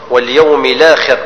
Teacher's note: بدل منقول، أصل آخر همزة، همزة بدل دخلت عليها لم تعريف فتنقل حركة الهمزة إلى لام الساكنة وتحرك بحركتها وتلغى الهمزة